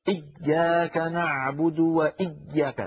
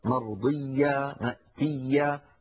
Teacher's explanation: إيا التشديد شيء والشدة شيء آخر، التشديد هو أن يكون الحرف مضاعفة، أما الشدة هي انحباس الصوت، فالياء لا ينحبس صوتها بل تكون مضاعفة · Shown in: second take · إيا فيها شدة وليس فيها شدة، فصوتها مستمر لا انقطاع فيه. · Term: حرف رخو